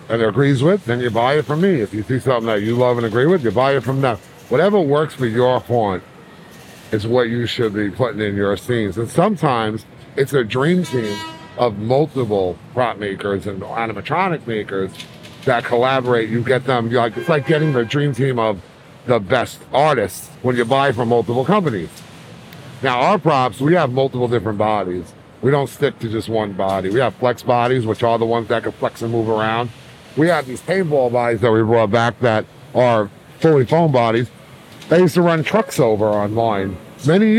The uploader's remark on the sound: This interview was recorded during Transworld.